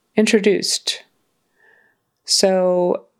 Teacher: So the accent is on the third syllable, the last one, introduced. And notice that final D becomes a T because the S is unvoiced and it's kind of a blend